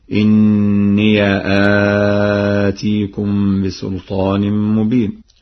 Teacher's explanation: قرأ ورش بفتح الياء هكذا: إني آتيكم بسلطان مبين.